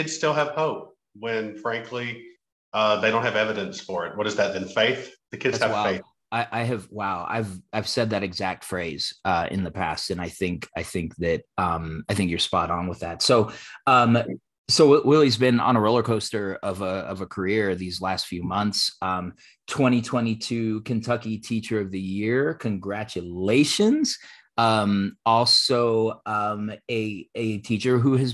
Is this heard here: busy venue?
no